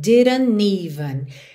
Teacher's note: O que acontece aqui é que o N do didn't liga no even.